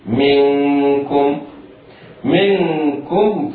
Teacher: فبالتالي على القارئ أن ينطق ميما مكسورة بعدها نون مخفاة إخفاء حقيقيا يصحبها الغنة